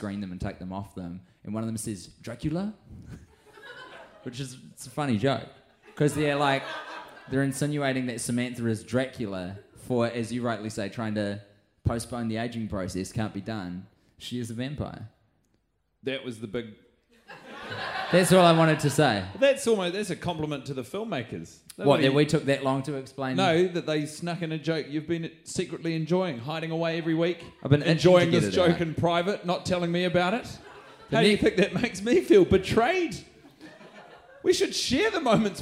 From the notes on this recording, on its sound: The lads are watching in front of a live audience downstairs in the concrete basement of a pizza restaurant - The Montecristo, which the boys are running as a new comedy venue in their hometown.